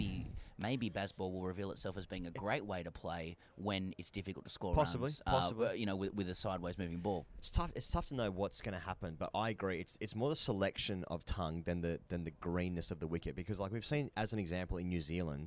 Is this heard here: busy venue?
yes